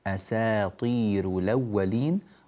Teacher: والراء كذلك في أساطير راء مرققة